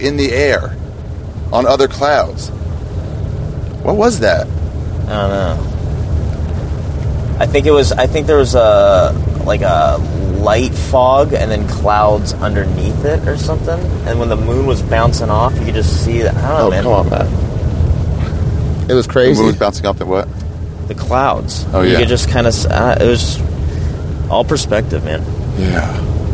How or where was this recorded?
outdoors